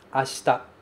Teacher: Esse i praticamente desaparece. É como se a gente falasse assim, ó, ashita.